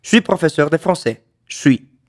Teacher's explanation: con el verbo être, en la primera persona, je suis, se contrae al punto que queda siendo algo como suis